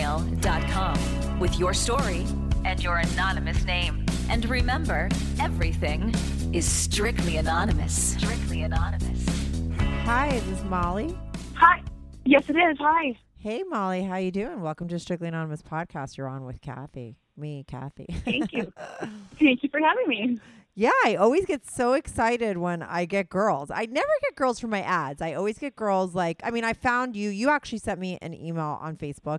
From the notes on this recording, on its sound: her first ever call in to the show